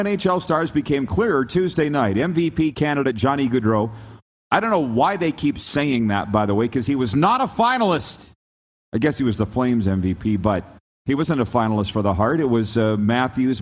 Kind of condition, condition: setting, busy venue